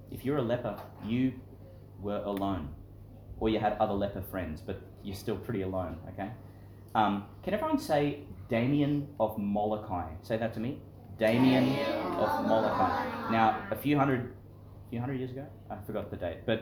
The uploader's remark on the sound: Homily for some of the little children at St John the Baptist Catholic Primary School, delivered in the classroom.